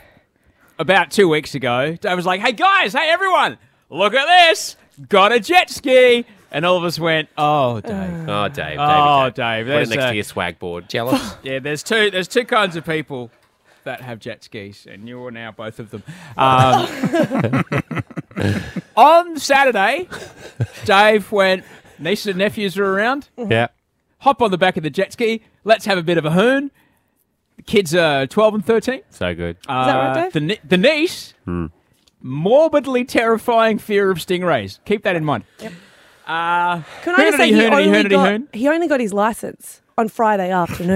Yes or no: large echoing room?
no